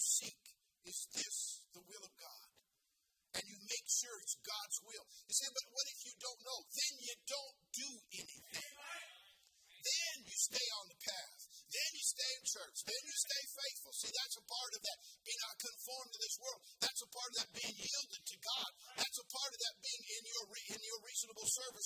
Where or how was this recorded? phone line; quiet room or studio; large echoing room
large echoing room